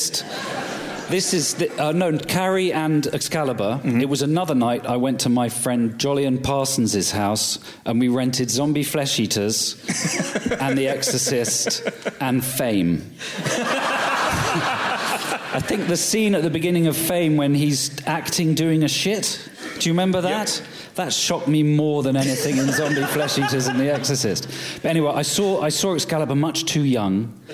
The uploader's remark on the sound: Joined by a sell-out crowd at Kings Place in London earlier this week for a raucous live podcast.